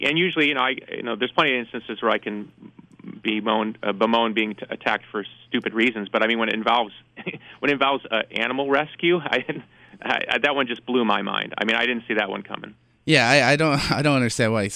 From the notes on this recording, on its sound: called